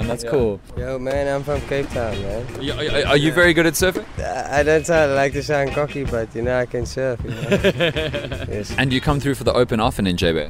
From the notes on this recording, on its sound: Live At The J Bay Open.